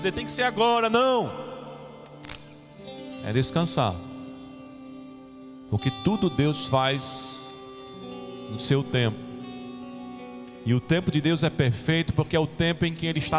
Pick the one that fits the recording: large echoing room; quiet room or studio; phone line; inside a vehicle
large echoing room